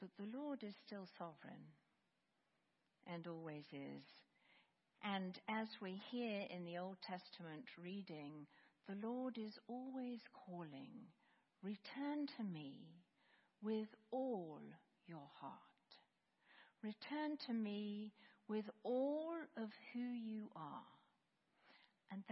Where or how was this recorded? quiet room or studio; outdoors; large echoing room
large echoing room